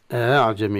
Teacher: يقرأ الهمزة الثانية مسهلة، يعني ليست همزة وليست ألفا بين بين، وهي كلمة أعجمي.